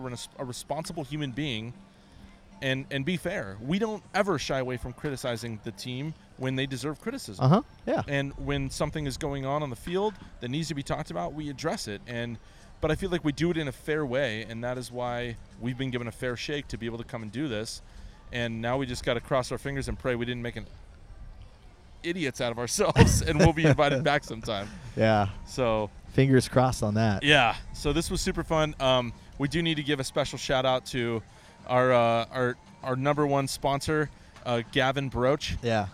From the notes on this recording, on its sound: recording this podcast from the field at Petco Park during batting practice